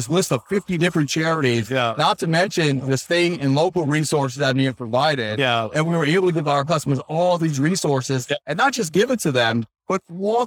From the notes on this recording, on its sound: LIVE at Optech.